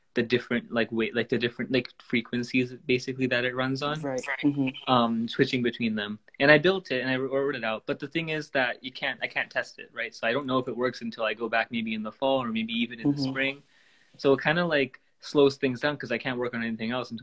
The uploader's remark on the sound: We had our first teenager talk show this week on Instagram Live!